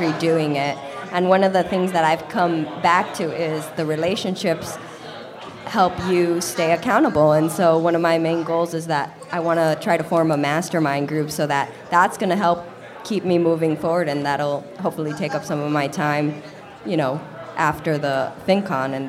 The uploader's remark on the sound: This episode is a little unusual because I interviewed fellow podcast listeners live at FinCon (a conference for financial bloggers).